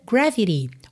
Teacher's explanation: aqui esse T de gravity virou rarara